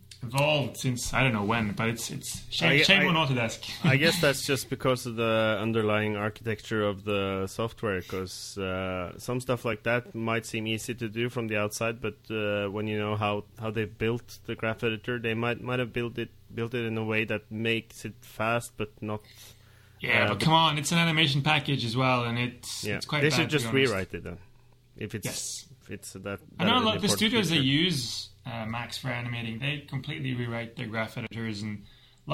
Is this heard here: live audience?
no